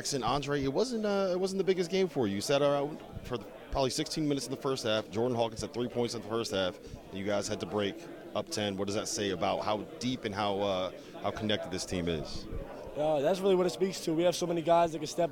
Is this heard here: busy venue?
yes